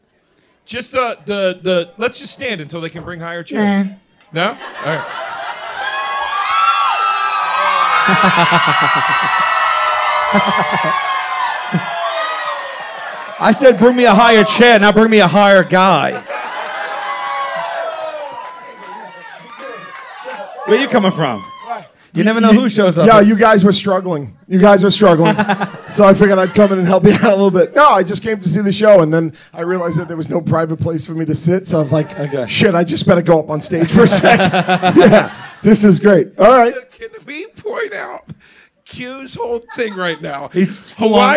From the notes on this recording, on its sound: ALL THE WAY LIVE from the jokers cruise!